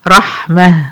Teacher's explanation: رحمه هقف عليها بهاء ساكنه · لو كان التنوين النصب ده على تاء مربوطه، على تاء تانيث مربوطه، في الحاله دي هتتحول لهاء ساكنه عند الوقف